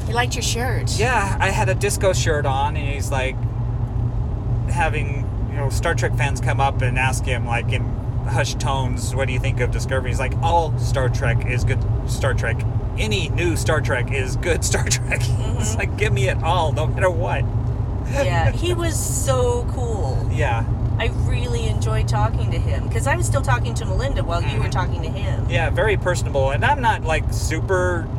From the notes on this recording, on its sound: We record in the car during our trip to and From Salt Lake.